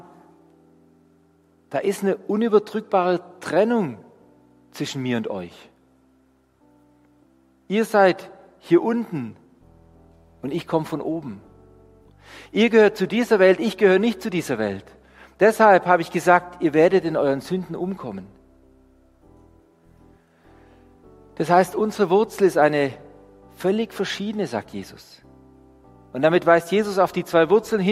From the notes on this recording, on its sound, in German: Die Predigt aus dem Gottesdienst